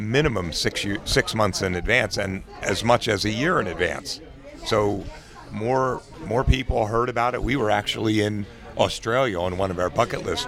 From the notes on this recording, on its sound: Join us on location, on board the Bliss Cruise.